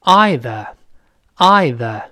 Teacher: 第一个是纯英式的发音，当然多数澳大利亚人也是这么读的。前面读成 I，后面是 a 的声音，读成 either， either 这么来读。嗯，那美式呢，多数人读成 either，either，就前面的 I 变成 e，这个长音，后面一二发成了卷舌，就舌尖勾回来。，那，然后呢，中间提一次吐舌头，都是一堆儿，一堆儿，那，但是我们偶尔呢，也会听到一些美国人，甚至有些加拿大人呢，把它读成“i 堆儿，i 堆儿”，这个发